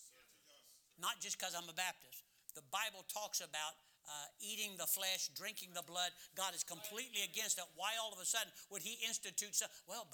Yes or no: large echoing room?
yes